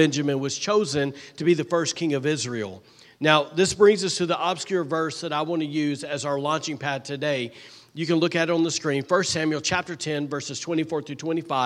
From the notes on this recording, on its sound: was recorded on Sunday, September 3rd, 2023, during service at The Anchor Church in Rockport, Maine